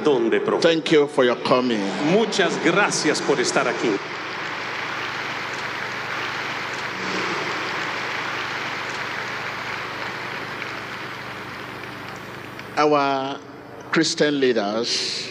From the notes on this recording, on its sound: Groundbreaking crusade at the Monumental Stadium in Lima. Almost 60,000 gathered to hear this inspiring sermon delivered on the first day!